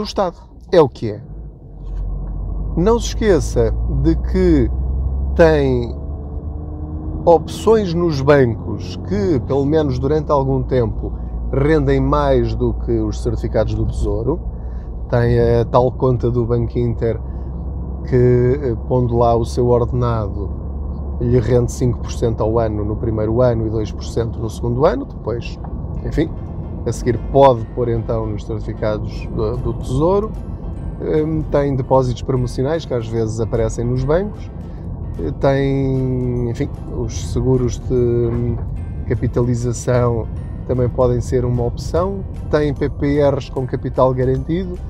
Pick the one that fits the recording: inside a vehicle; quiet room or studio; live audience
inside a vehicle